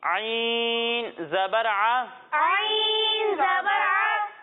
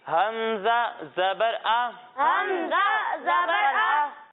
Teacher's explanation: ایک حرف ہے عین اور دوسرا حرف ہے حمزہ. جب ہم عین کی ادائیگی کریں گے تو اسے حلق کے درمیانے حصے سے پڑھیں گے، اور جب ہم حمزہ کی ادائیگی کریں گے تو اسے حلق کے نچلے حصے سے پڑھیں گے